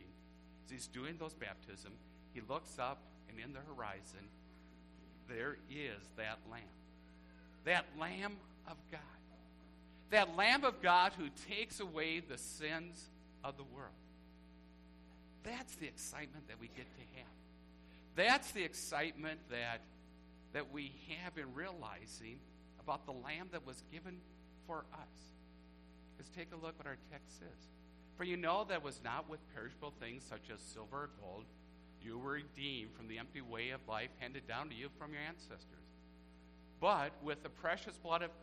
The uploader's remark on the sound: Church service recorded at Living Water Lutheran Church, Oshkosh with contemporary music selections to celebrate Christmas.